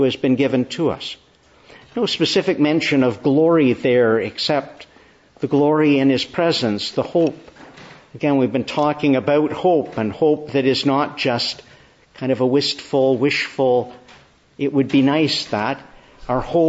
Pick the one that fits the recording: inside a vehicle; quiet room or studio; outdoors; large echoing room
large echoing room